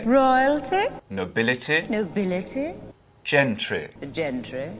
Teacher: those short ending I sounds. You won't really hear that in English accents anymore.